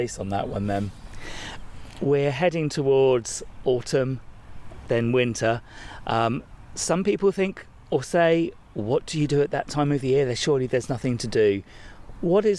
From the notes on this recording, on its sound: I go back to a garden, that's not too far from me, the Harold Hillier Gardens in Ampfield near Romsey